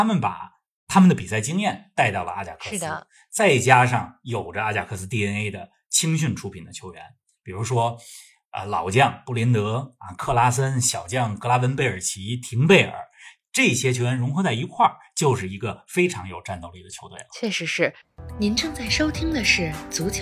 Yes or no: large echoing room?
no